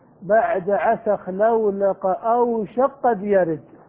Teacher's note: أوشك قد يرد، فلهذا فإن لفظ البيت الصحيح أن تسكن أوشك، فإذا سكنت أوشك تدغمها في القاف بعدها، لأن الكاف والقاف حرفان متقاربان يصح بينهما الإدغام · Term: الإدغام الكبير